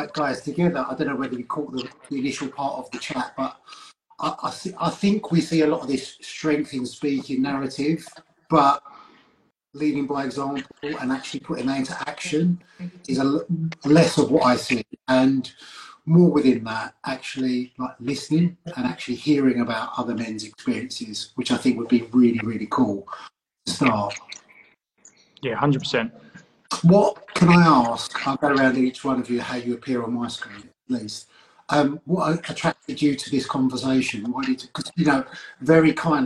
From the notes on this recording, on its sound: as featured on Instagram live